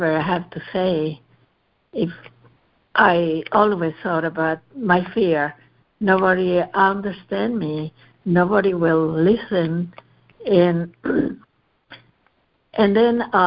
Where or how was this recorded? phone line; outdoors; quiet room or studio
phone line